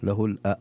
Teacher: يجب أن يحقق الهمزة في له الأسماء والحسن · Term: تحقيق الهمزة